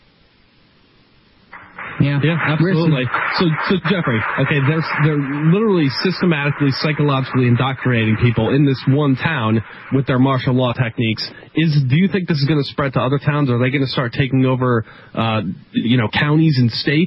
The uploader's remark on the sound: take your phone calls in this episode